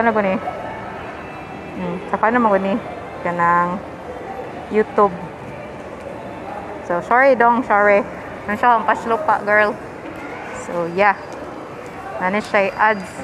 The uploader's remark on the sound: Recorded this while walking in Ayala Central Bloc.